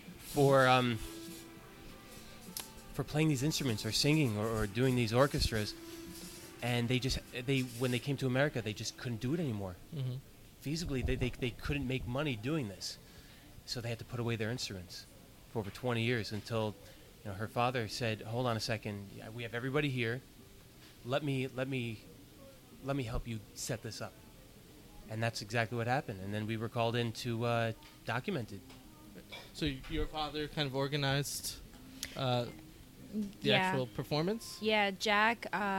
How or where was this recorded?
busy venue